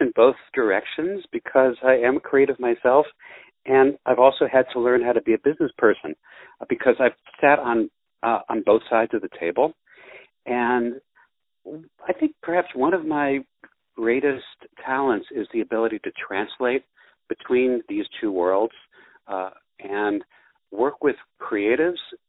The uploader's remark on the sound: On the phone